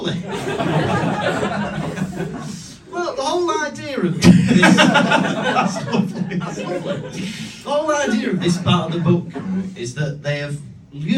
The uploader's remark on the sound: Recorded live in London.